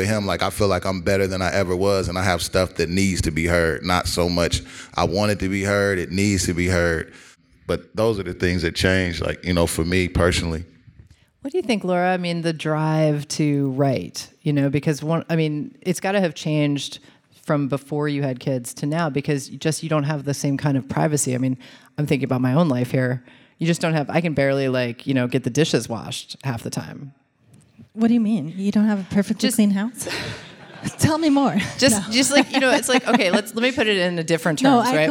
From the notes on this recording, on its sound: We celebrated our 100th episode with a live taping in Portland, OR.